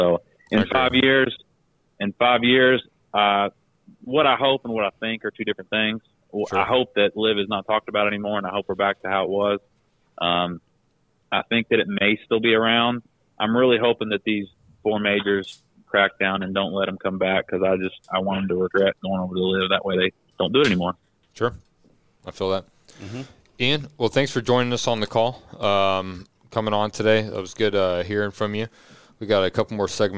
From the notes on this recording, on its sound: This episode includes a phone call.